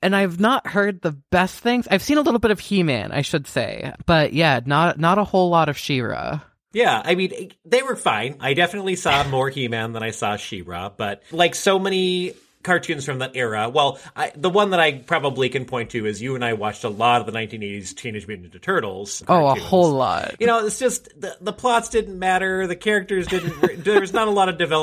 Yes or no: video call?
no